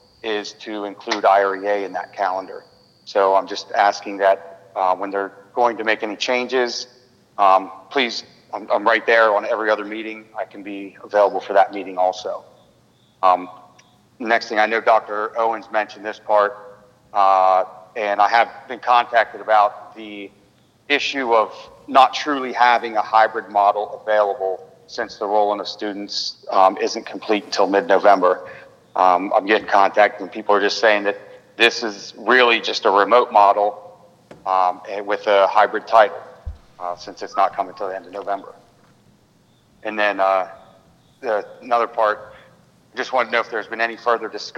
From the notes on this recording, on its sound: An audio recording of the Indian River Board of Education regular monthly meeting on August 24, 2020.